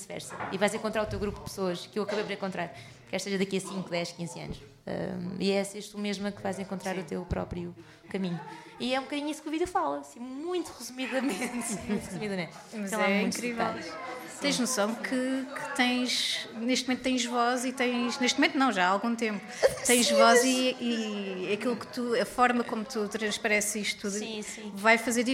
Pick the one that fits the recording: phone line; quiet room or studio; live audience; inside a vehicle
live audience